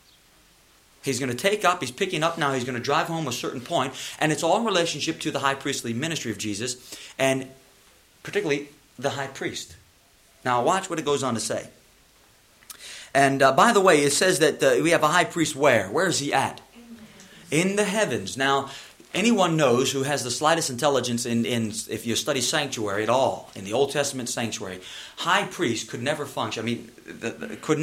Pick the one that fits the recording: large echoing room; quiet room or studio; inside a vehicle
large echoing room